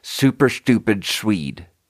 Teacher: Like the S sound turns into a TH sound, which is a lisp.